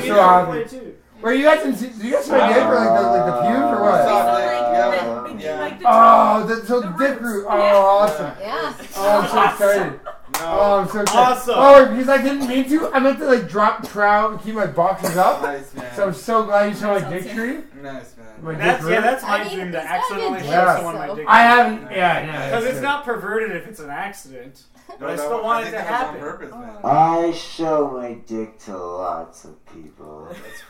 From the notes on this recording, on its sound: Has left London for a bit but before he left we had a going away party and recorded a 2 part episode of it.